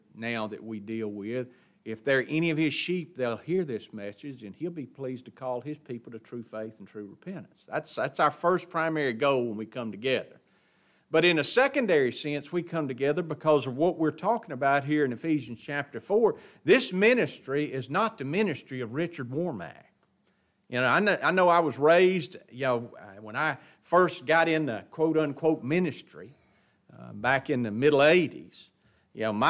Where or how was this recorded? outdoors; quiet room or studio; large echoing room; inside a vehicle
large echoing room